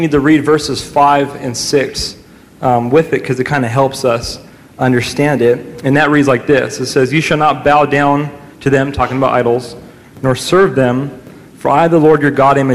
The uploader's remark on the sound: during a live Q&A session